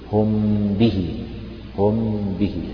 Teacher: حكمها الإخفاء الشفوي لأنه من الشفتين